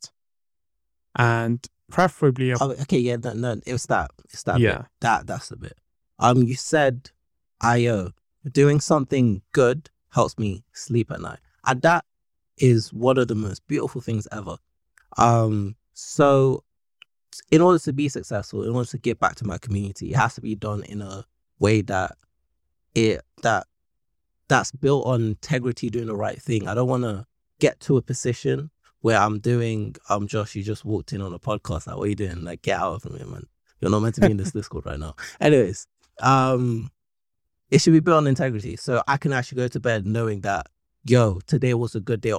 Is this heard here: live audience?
no